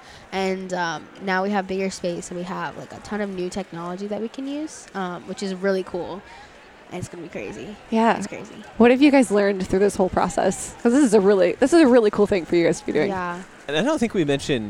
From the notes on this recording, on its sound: Live from LWML National Convention. Live from the LWML National Convention in Lexington, Kentucky.